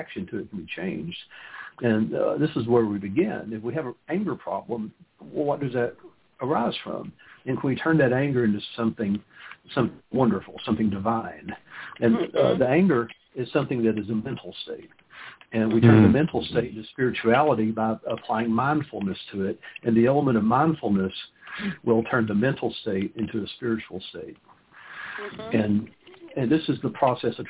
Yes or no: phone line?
yes